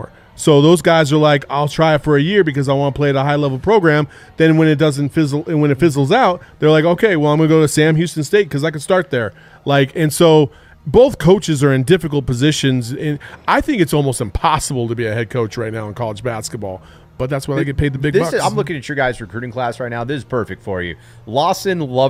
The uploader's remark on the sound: The fellas from the PHNX Wildcats crew are LIVE in studio for our first CAMPUS CROSSOVER. LIVE from the DNVR Bar.